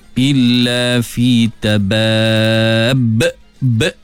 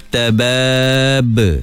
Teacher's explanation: bunyi qalqalah sebenar, dia tidak ada bunyi hamzah · Shown in: second take